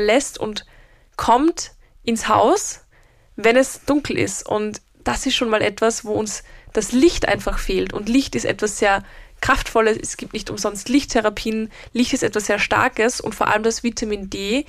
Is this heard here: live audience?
no